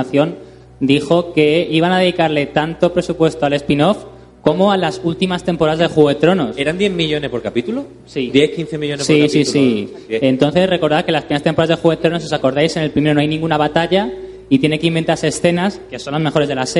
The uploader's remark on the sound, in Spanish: Aquí tenéis el programa en directo grabado en el Paraninfo de la Universidad Profesional de Osuna. Con motivo de la celebración del Podcast de Hielo y Fuego nº 200.